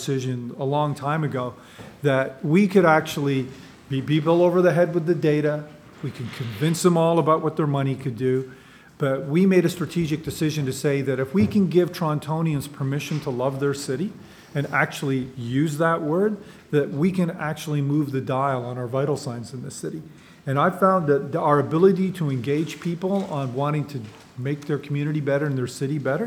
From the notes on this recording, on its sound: This is a live recording